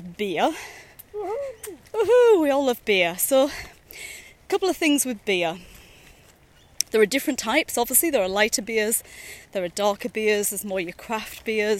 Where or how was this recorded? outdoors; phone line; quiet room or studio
outdoors